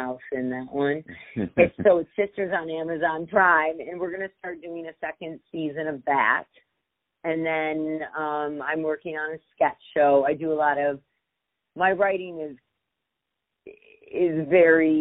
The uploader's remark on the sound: On the phone